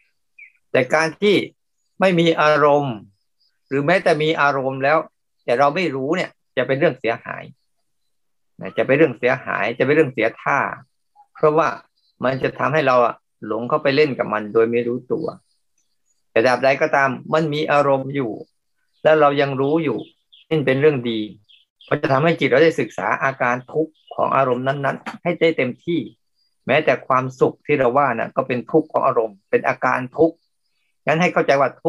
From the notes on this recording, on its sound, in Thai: เป็น 1 ใน 3 คอร์สออนไลน์ (ผ่านโปรแกรม Zoom)